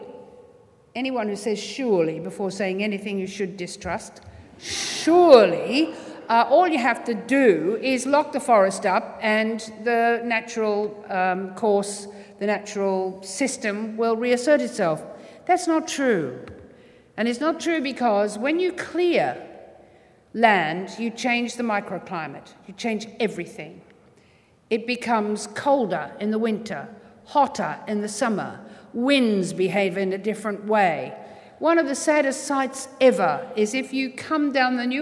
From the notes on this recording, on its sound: THIS SYDNEY IDEAS LECTURE TOOK PLACE AT THE UNIVERSITY OF SYDNEY ON 27 October, 2013.